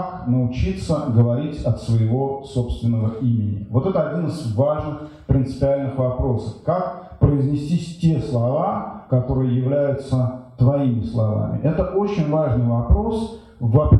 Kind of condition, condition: setting, live audience